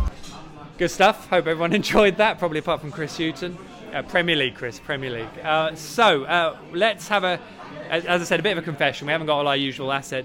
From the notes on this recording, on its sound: The PinkUn Show is LIVE from The Woolpack. All Canaries supporters are welcome every week to pop along to the pub and have their say live on the show.